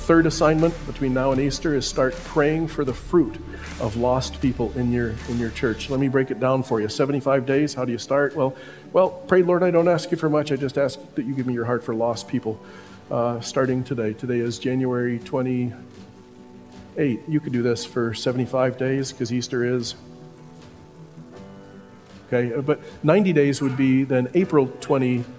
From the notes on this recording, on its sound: Listen to this portion from the conference.